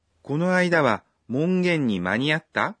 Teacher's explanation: Сакура задает вопрос. Она говорит «маниатта», повышая интонацию.